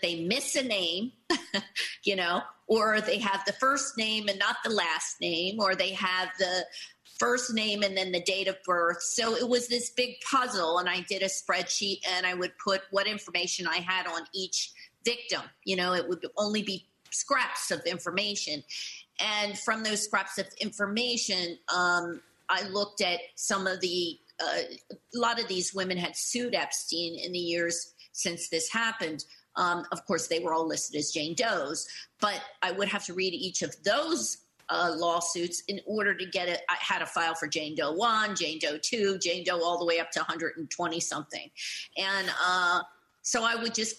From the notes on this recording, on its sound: This program was recorded via video conference on July 22nd, 2021 by the Commonwealth Club of California.